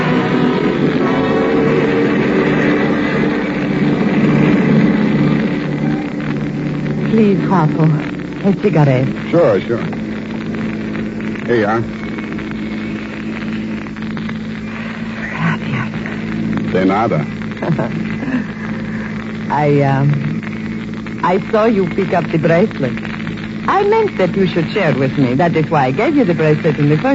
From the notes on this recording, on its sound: Audio is a bit staticky.